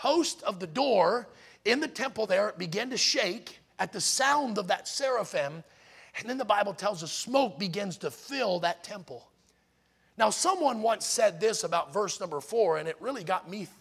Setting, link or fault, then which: setting, large echoing room